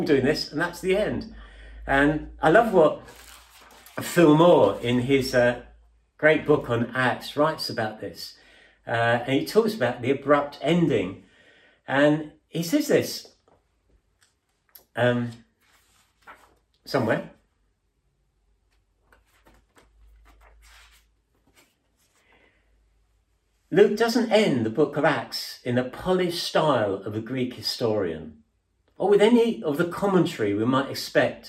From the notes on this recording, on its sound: At King's Church, Cockermouth, as an audio file.